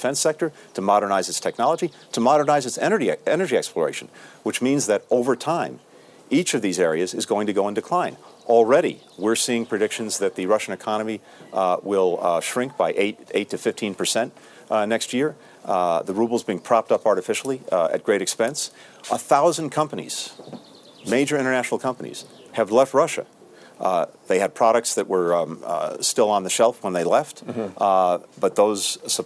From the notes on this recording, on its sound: Live from the G7 Summit in Krun, Germany.